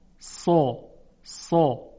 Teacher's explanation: حالا با ضمه بگید سو سو، ببینید چقدر درشت تلفظ میشه